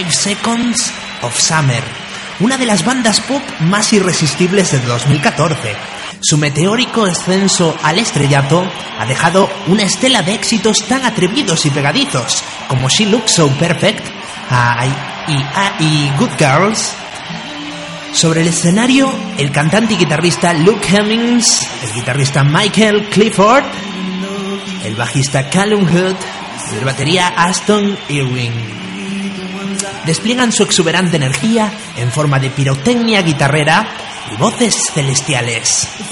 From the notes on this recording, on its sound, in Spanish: retrasmitiendo en directo desde Londres